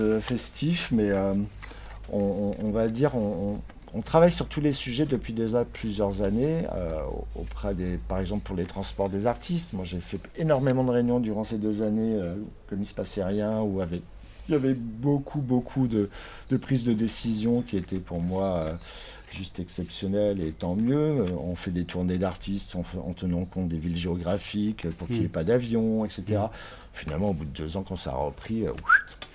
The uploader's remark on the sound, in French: C’est dans une petite cour intérieure ensoleillée, entourés d’oiseaux et située tout près la place Guérin. Astropolis s’empare de Brest.